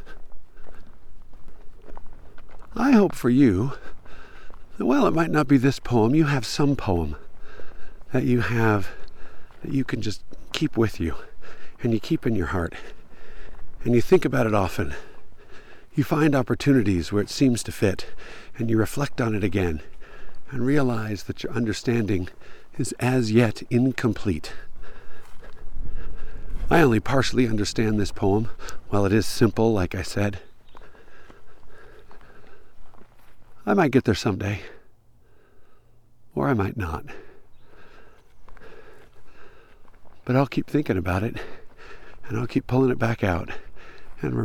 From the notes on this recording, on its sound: It's a lunchtime post -- or, rather, it's a lunchtime recording. I took a hike at lunchtime and recorded while I was hiking (literally, which is why my breathing is a little more apparent than usual).